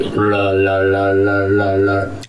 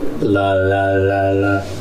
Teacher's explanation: It's like front of the mouth R's. So it sounds more like an L, but it's an R. It's like la la la la la la.